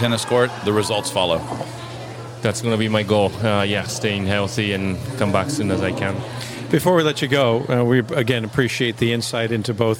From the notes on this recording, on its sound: This interview was recorded in the lobby of the Outrigger Reef. A three-day tennis event held in Waikiki, Hawaii. This interview was recorded in the lobby of the Outrigger Reef.